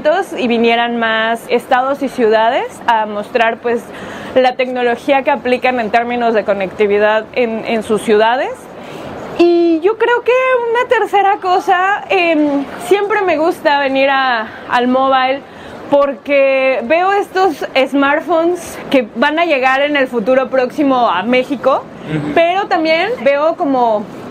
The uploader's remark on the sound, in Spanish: Cobertura desde el Mobile World Congress